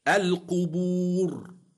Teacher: الراء ساكنة لأجل الوقف وقبلها واو مادية تفخم